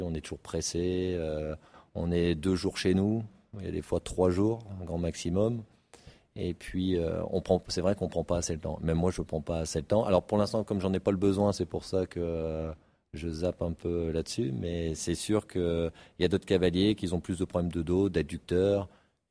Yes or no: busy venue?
yes